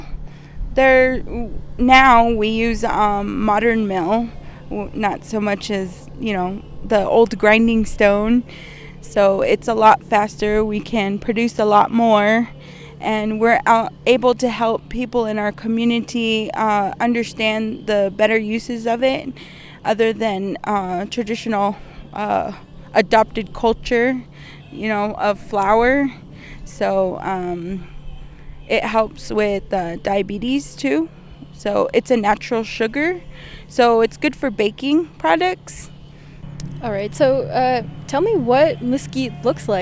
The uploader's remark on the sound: I hit the road and talk with some folks at the 6th annual Apache Harvest Festival at the Ndée Bikíyaa farm in Canyon Day, Arizona